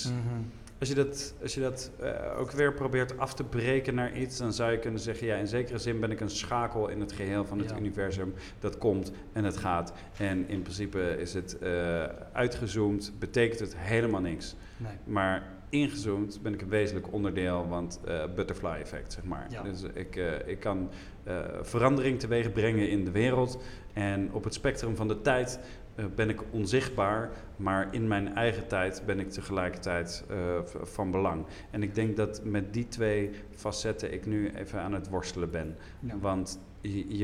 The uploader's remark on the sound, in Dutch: Stoicon-X Gent. Live vanuit het Geuzenhuis. Om op het festival Stoicon-X te Gent een live podcastopname te houden.